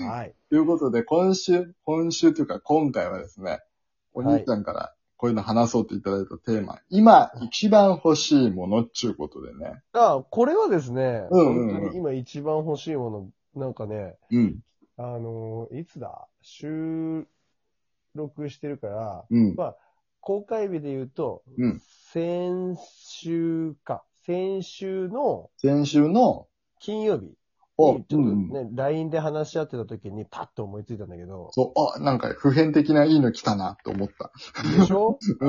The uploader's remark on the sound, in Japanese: 今週もリモート収録です！